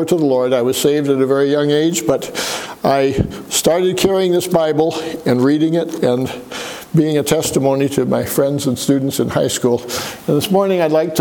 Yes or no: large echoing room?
yes